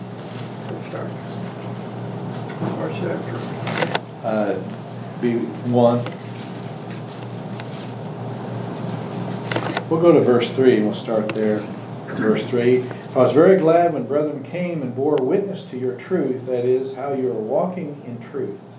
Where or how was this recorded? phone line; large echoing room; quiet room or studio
large echoing room